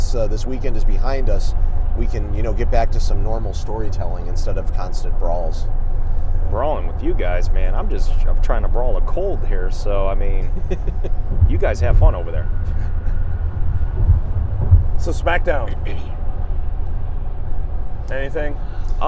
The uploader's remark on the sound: We were there live and here's our recap and reactions right after the event. Apologies for the audio as we were in a car.